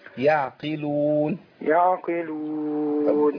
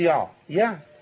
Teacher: برضو نرق العين شوية · Shown in: first take